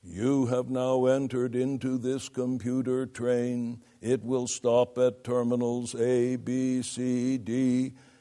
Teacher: It will stop at terminals A, B, C, D, and there is no inflection whatsoever, no melodic movement of the voice · Term: flat monotone